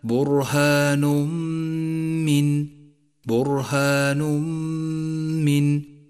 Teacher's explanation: التنوين وجاء بعده حرف الميم وهو حرف إدغام بغنة، والواجب هنا أن نسقط التنوين من اللفظ وأن نقف على حرف الميم الذي بعده بغنة زمنها حركتان وأن نشدد حرف الميم